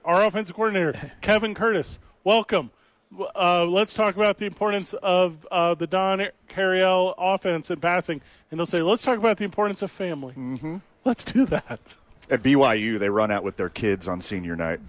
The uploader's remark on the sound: Live from the ABQ DUKES Store!